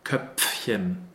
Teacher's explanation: Don't be too lazy just to just to pronounce the F. We really need the pf, Köpfchen. Also, also here is a small st- top before the PF.